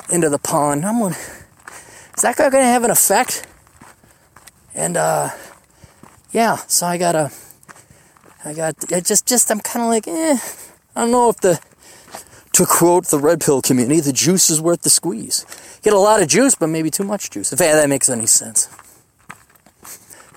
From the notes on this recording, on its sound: hikes down a Black Mountain